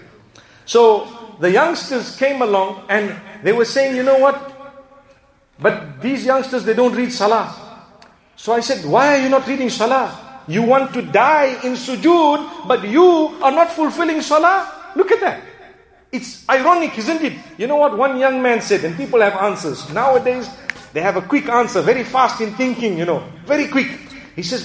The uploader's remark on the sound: Jumu&#8217;ah Lecture Masjid Ibaadur Rahmaan Uitenhage Eastern Cape